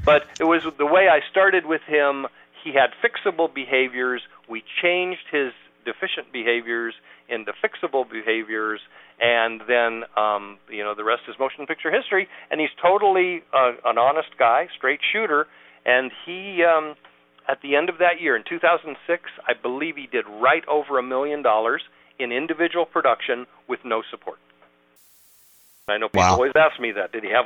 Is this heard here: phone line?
yes